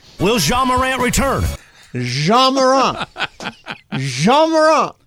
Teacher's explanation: Yeah, this soft J, no T at the end. · Term: French accent